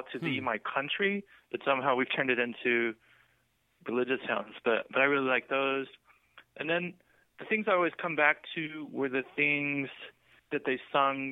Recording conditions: phone line